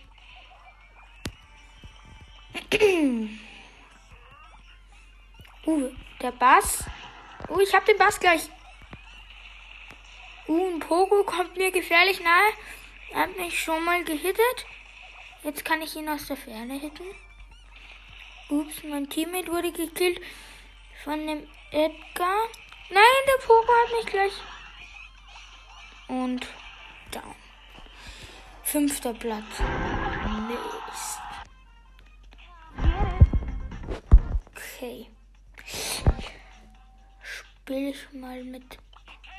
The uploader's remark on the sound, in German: Sorry für die schlechte Audio Qualität